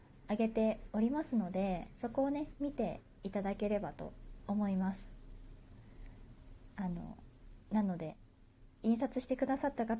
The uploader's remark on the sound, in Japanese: 自宅でスマホによる収録のため様々な騒音が収録されています、ご了承ください